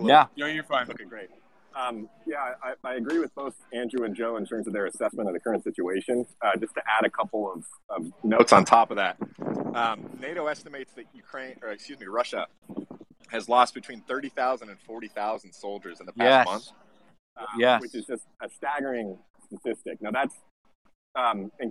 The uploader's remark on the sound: Live from Sally’s Apizza